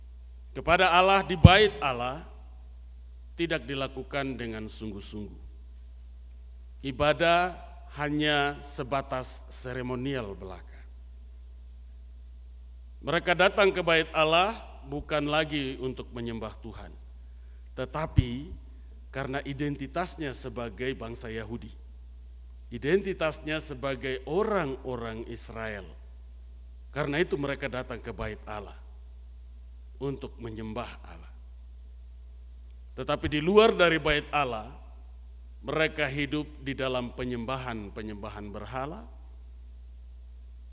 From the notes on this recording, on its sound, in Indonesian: RSK 98.6 FM. Rekaman ibadah Minggu Malam tgl 25 Des 2022.